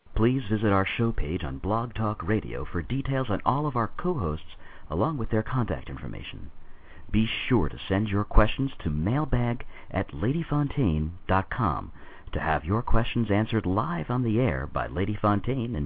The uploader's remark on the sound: Take your calls on the air - LIVE!!! A live call-in radio talk show.